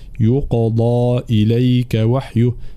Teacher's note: فالانتباه في قوله تعالى من قبل أن يقضى، هنا لابد أن نبين ضم الياء ثم قاف مفخمة مقلقلة، يقضى إليك وحيه هكذا.